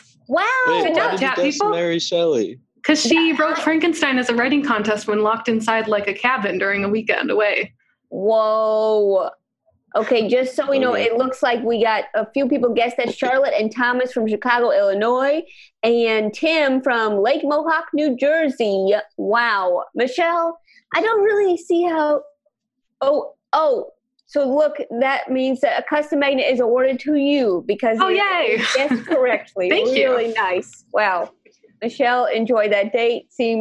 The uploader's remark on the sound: In our very first episode recorded entirely remotely. Play listener-created games with callers via Zoom!